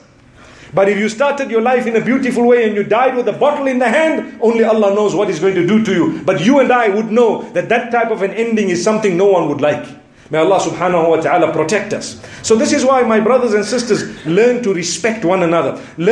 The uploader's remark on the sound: Jumu&#8217;ah Lecture from Bosmont Masjid